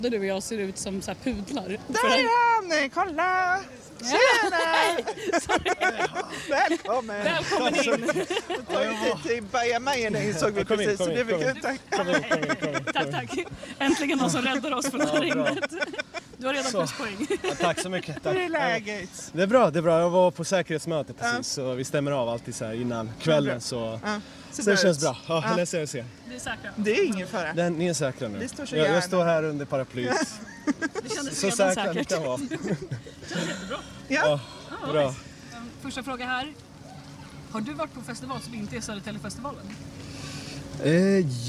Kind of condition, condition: setting, busy venue